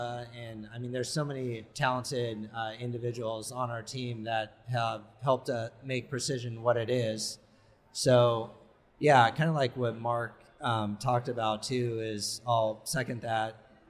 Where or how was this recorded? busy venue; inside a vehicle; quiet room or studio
busy venue